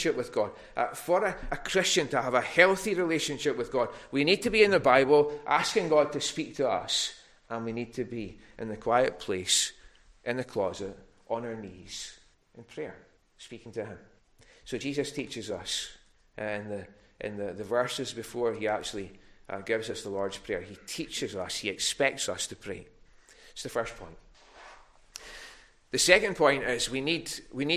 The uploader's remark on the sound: recorded at North Harris Free Church on the evening of Sunday 14 November 2021.